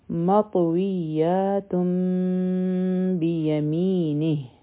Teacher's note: د تن آواز به تم ته بدل شي. او دلته کې بیا چونکه دا میم شو نو د میم ساکن اخفا ده، دوه سیکنډه ټایم به هم ورکوو، نو دا به وایو مطویاتم بیمینه. · Term: اقلاب